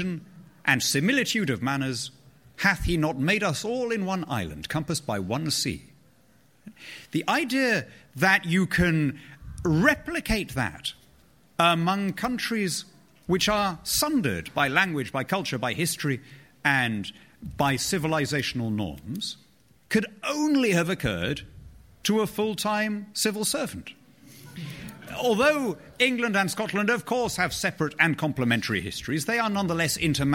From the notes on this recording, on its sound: This week is a special episode of Free Exchange, recorded live at the Conservative Party Conference in Manchester.